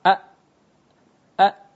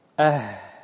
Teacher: Yang pertama huruf hamzah, pita suaranya rapat. Ya. Pertemuan antara kedua pita suara rapat.